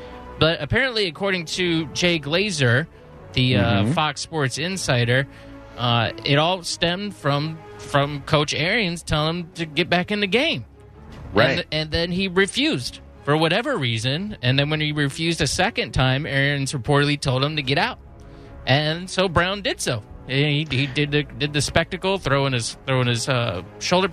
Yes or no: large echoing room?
no